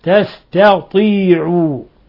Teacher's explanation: ترقيق التاء والسين والتاء ثم تفخيم الطاء